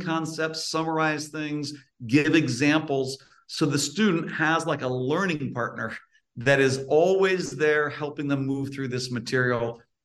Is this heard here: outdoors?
no